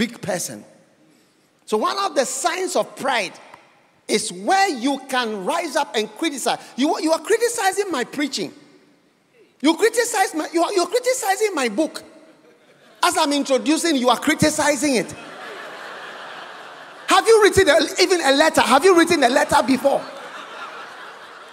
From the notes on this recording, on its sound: Preached at The City Harvest Church, Singapore.